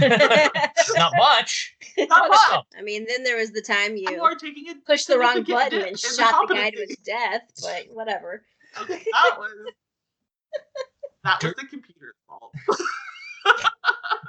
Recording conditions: poor sound quality